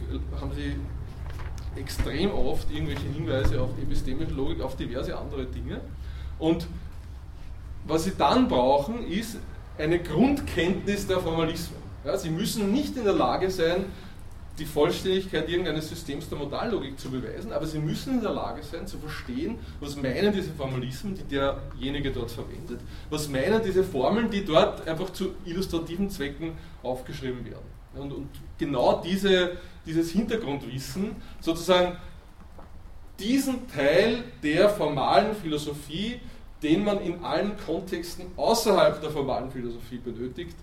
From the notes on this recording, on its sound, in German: Diese Vorlesung wurde von Studierenden aufgenommen